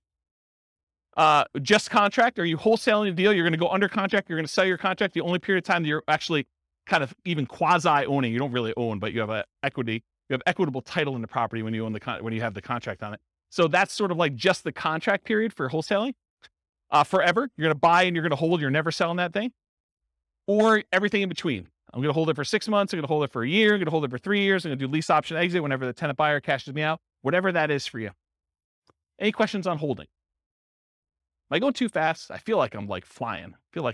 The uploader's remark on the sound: This was a live class recorded. St Paul, Minnesota.